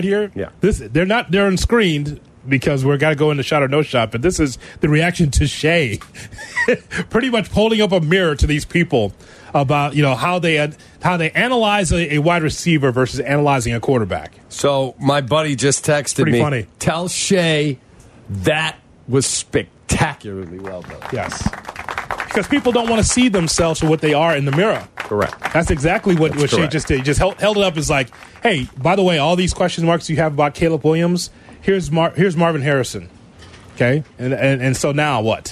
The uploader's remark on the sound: live from the NFL Combine